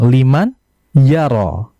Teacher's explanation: Nun mati ketemu ya dibaca dengan idgham bi gunnah dengan syarat harus terpisah atau pada dua kata.